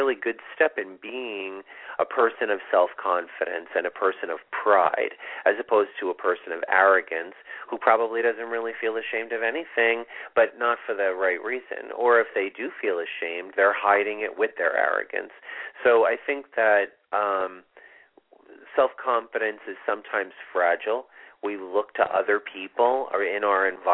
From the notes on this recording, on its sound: This is a live call in show with mini astrology readings.